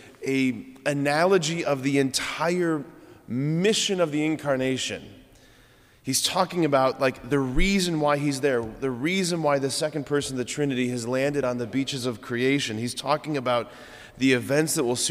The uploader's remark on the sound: preached this homily on March 16, 2023 at Sacred Heart of Jesus Catholic Church in Wadsworth, OH.